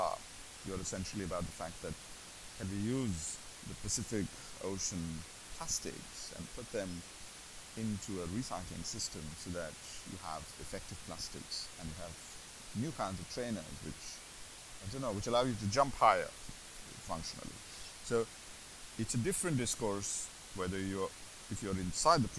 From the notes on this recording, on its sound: The audio is not great. Lots of background hiss. I am starting this thing of experimenting with how I do the audio.